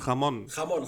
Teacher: Ach Wird so, ja schön mit klar. wie ein H ausgesprochen, das J.